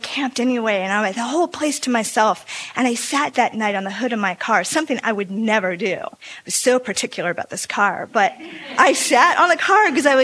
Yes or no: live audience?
yes